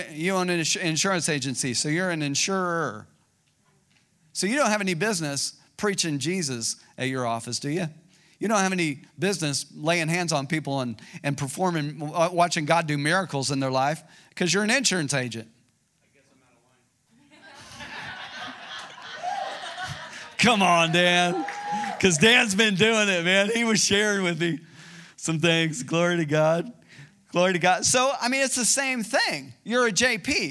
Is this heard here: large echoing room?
yes